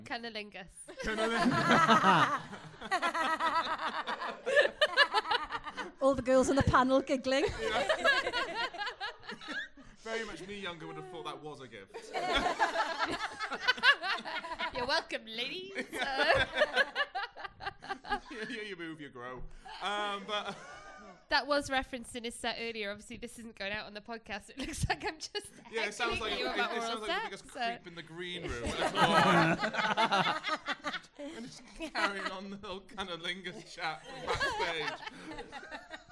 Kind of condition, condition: setting, live audience